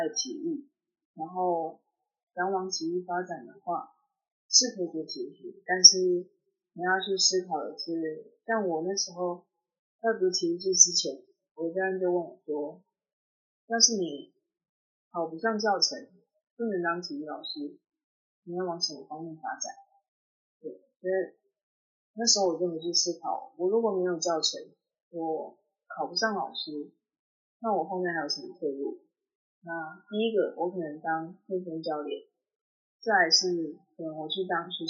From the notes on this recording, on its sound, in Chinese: 本集因受收音影響，故雜音較多，敬請見諒。